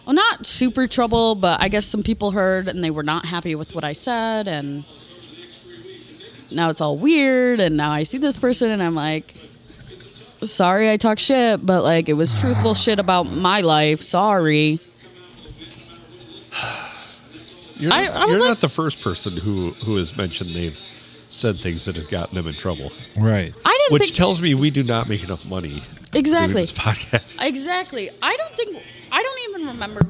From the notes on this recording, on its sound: Recorded during a football game on a Monday night at the Blue in the good old 4-69!